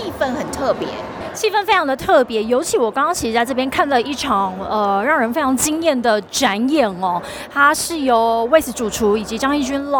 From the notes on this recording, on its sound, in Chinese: Live tour 2023臺灣美食展！